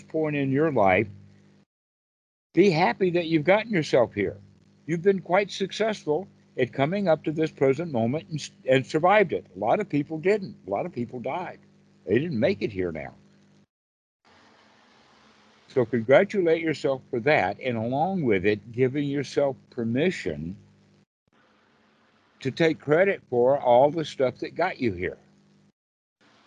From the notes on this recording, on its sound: skype calls on this channel